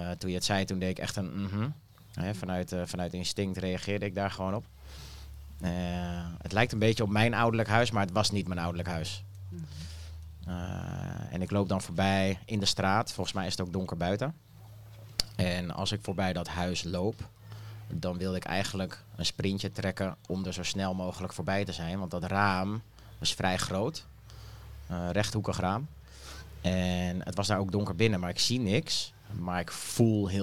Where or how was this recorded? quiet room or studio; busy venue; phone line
busy venue